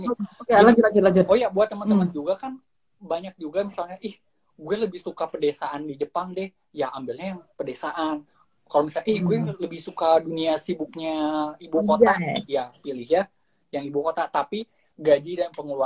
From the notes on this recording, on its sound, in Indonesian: Edisi copy paste dari live instagram